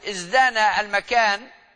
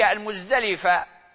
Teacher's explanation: فالدال مجهورة أيضا كالزاي، إلا أن الزاي رخوة والدال شديدة